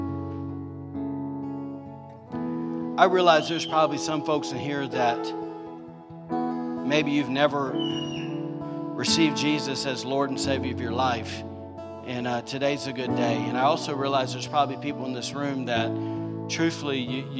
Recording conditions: large echoing room